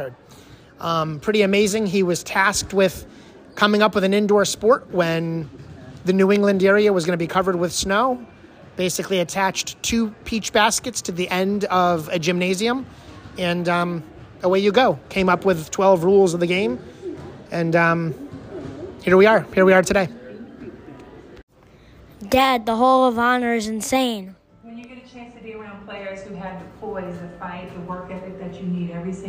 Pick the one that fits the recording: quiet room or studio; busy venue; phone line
busy venue